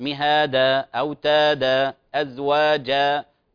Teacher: فهذه نهايات الآيات، نهايات الآيات مهادا أوتادا أزواجا فهذه ألف صوتيا وتعوض بدل تنوين الفتح المنصوب تعوض بألف مد طبيعي، فانتبهوا لا يعني اغلق المخرج، اغلق المخرج، وهذا حرف هوائي أصلا، لكن لا تخرج معه نفس، لا تخرج معه نفس، بارك الله فيك. · Term: مد عوض